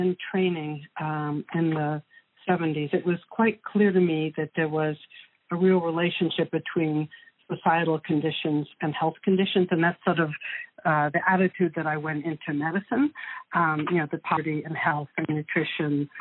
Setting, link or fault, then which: link, phone line